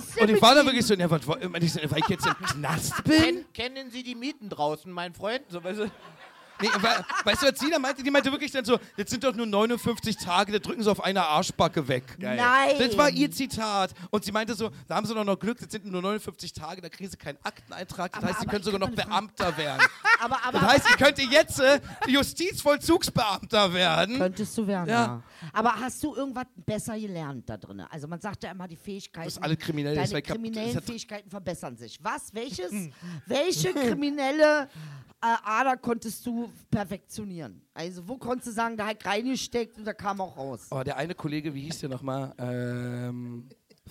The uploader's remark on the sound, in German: Live im MadMonkeyRoom Berlin.